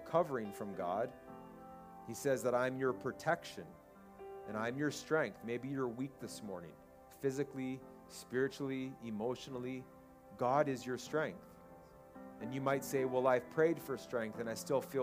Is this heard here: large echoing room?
yes